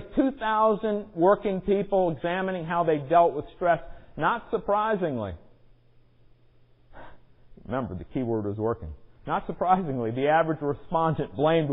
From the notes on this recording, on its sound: Recorded at Mount Pleasant United Presbyterian Church on February 16, 2020